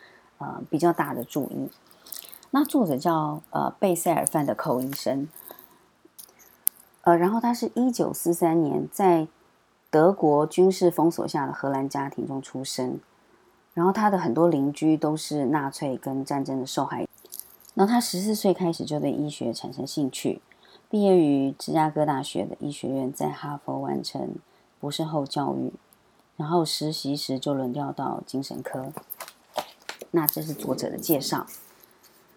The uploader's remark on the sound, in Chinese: 本週背景白噪音：樓上施工打地板，請多包涵。